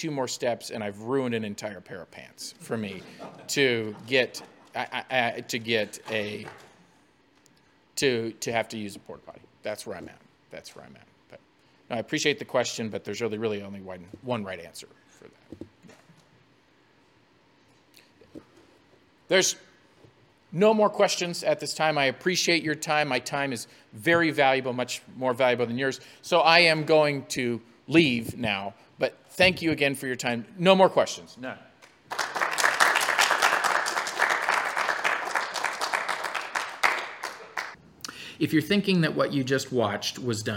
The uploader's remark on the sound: On location at the 2022 Midwest Regional Championships in Westfield, Indiana.